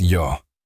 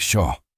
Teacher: Here, the letters L and Y are pronounced like the English eshe sound. So the word yo, meaning I, comes out sounding like sho. · Term: Rio Platense Spanish